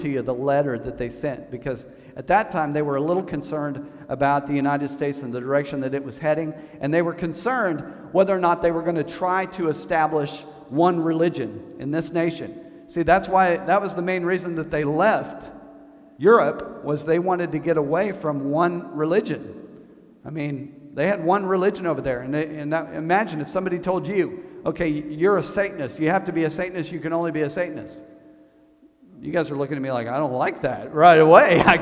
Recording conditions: large echoing room